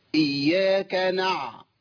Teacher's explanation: يعني أظهر الجهر، انقطاع النفس في العين · Term: بعبعة